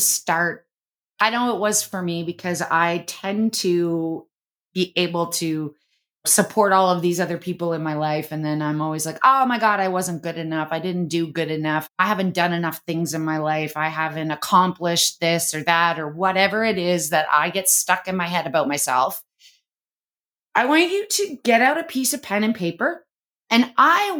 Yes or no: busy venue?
no